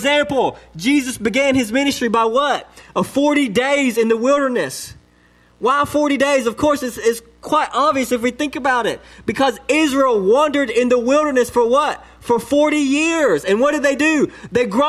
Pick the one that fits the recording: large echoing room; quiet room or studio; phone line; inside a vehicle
large echoing room